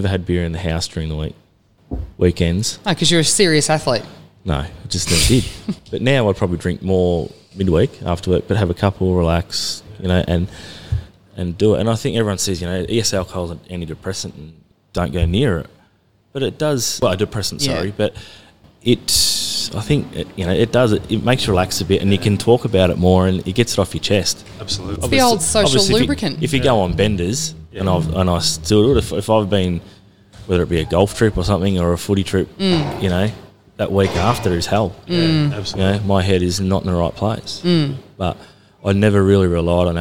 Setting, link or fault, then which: setting, busy venue